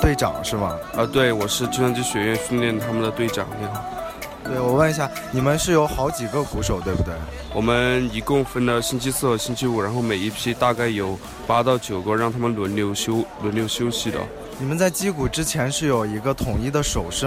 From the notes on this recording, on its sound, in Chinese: 校运会特别节目。小耳朵们快来听听记者小分队从现场发来的报道吧！